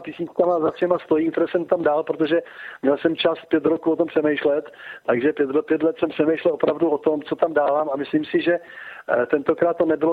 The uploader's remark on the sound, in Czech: telefonický rozhovor